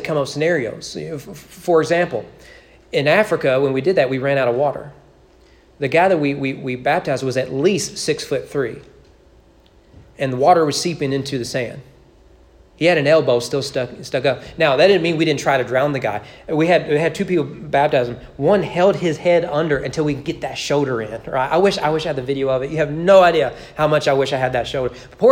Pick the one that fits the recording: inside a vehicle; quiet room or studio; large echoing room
large echoing room